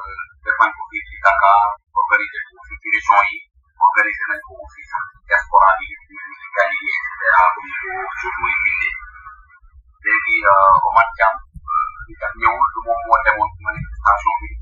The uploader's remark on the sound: Medium : Audio recording. Our sincere apologies for the background noise.